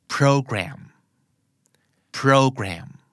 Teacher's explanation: ต้องเน้นให้ถูกพยางก็คือเน้นพยางแรก